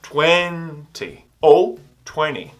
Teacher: Um detalhe agora para o TY. A sílaba tônica não é mais no final, é na primeira parte. Então você não vai falar 20, você vai falar 20, ou 20.